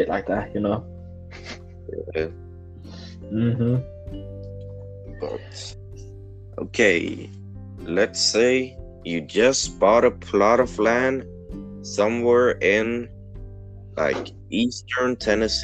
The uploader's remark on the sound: The sound quality is quite bad because I'm not at home for the next 2 weeks so I don't have a good microphone.